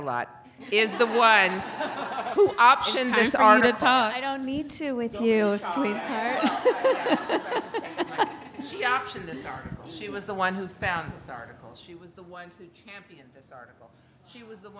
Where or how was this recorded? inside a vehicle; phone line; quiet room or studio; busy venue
busy venue